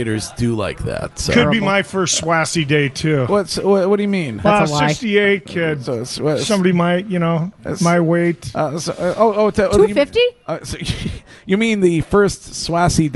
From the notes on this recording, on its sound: Broadcasting live from The Capital Grille